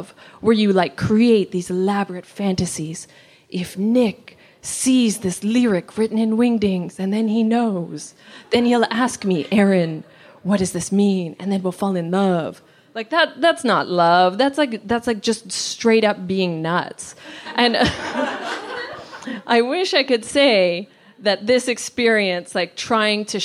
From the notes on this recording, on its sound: Recorded at a Here There event. Recorded at a Here There event.